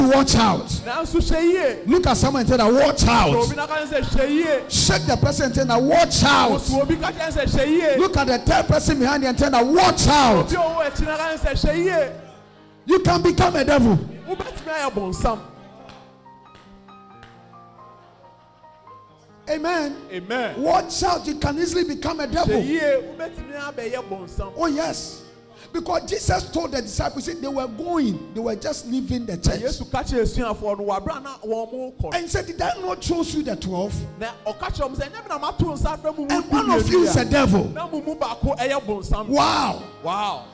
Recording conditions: large echoing room